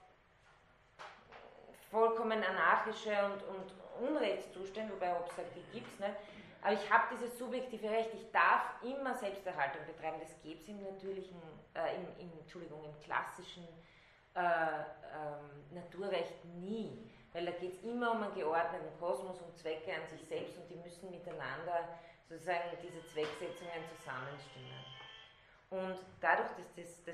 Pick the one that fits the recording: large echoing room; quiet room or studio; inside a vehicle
large echoing room